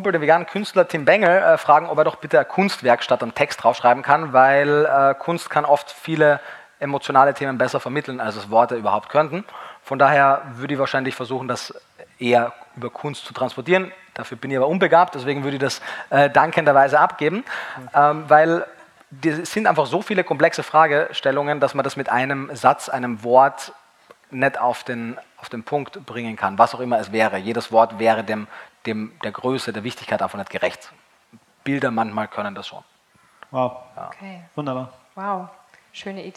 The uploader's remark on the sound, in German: auf der VeggieWorld in Hamburg aufgezeichnet.